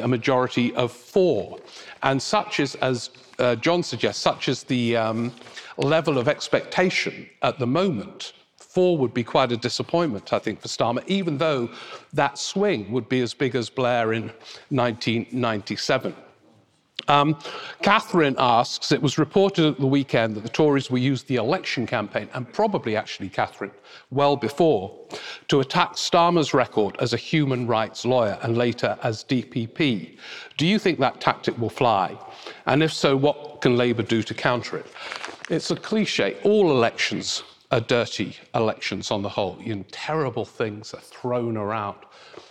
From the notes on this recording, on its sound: Rock N Roll Politics Live At Kings Place. It was a packed house at Kings Place this December for a live Rock N Roll Politics: The Festive Special.